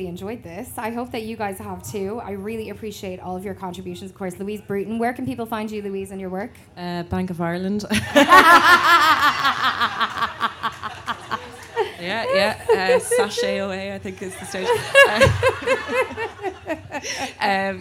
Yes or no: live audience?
yes